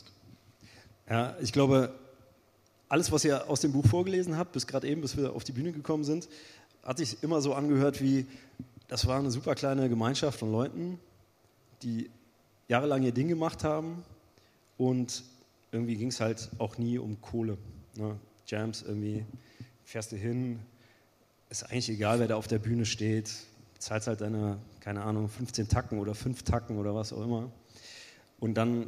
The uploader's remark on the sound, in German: In Köln gesellten sich gleich drei Deutschrap-Urgesteine zu den beiden auf die Bühne